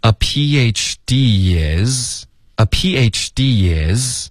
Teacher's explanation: D 跟 is 它连读了，添加了一个 y